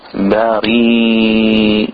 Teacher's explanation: the ba must be thin even if after it is a thick letter